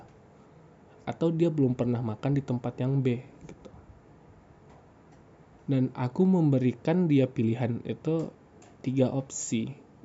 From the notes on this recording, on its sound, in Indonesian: Maaf suara hujannya gede yah.